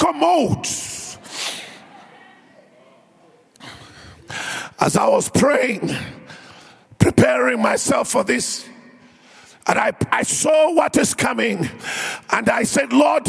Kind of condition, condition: setting, large echoing room